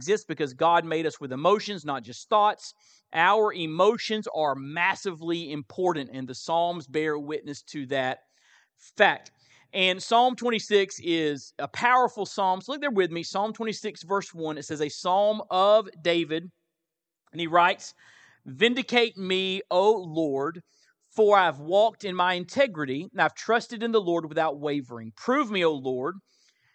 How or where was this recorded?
large echoing room